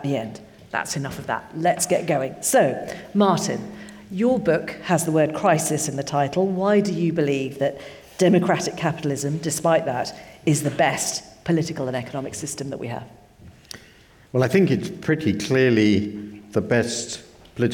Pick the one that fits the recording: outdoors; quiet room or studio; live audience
live audience